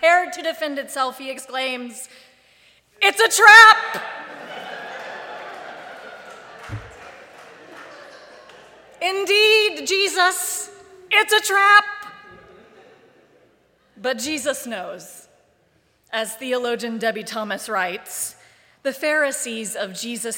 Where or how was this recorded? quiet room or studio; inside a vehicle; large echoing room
large echoing room